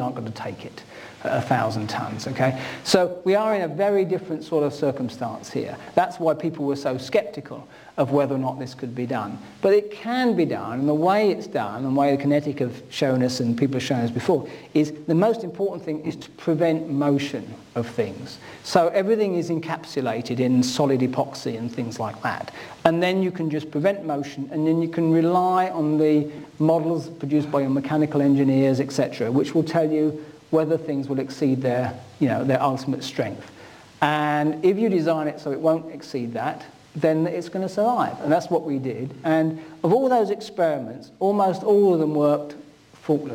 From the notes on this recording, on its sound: UCL Lunch Hour Lecture